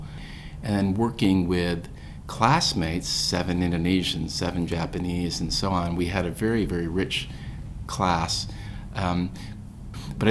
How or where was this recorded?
busy venue